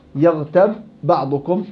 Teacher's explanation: يعني أنت في حال نطقك بيكون باء وراها باء، يغتب بعضكم، هنا التقت الباء مع الباء لفظا.